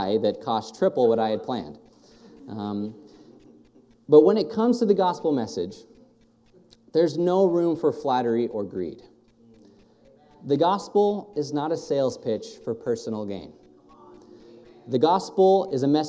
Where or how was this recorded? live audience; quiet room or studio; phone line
live audience